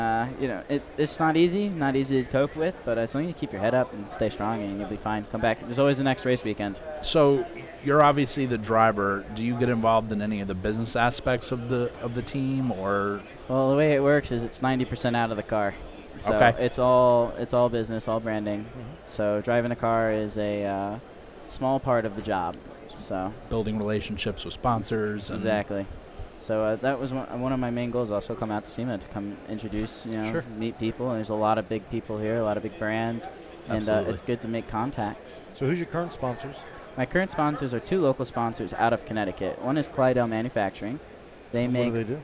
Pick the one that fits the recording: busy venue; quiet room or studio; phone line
busy venue